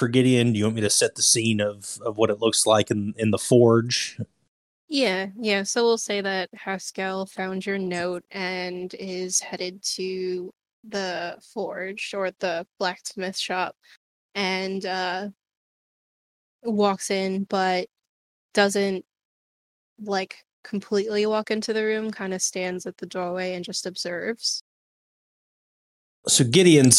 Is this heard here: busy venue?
no